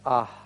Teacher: Как мы произносим «хе» как придыхание, точно так же и в суффиксе. С «маппиком» он произносится как придыхание «ах».